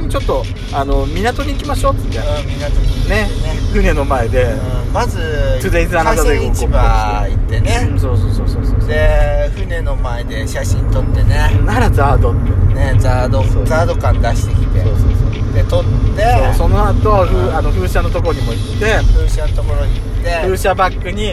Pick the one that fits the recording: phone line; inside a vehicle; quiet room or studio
inside a vehicle